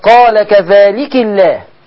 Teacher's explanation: الكاف مكسورة، يبقى لفظ الجلالة هيترقى